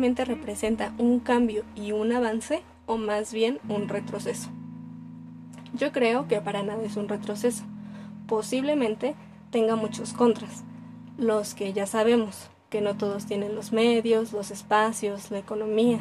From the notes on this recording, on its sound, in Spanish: Nota: Disculpen el sonido de los tamales.